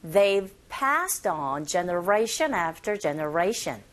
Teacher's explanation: They가 뒤에 나온 이 have에 축약된 상태로 they've, V 사운드가 아주 약하게 들리게 되죠